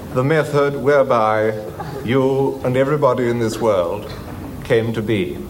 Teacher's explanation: the intonation pattern just goes down and down and down and down and down in that phrase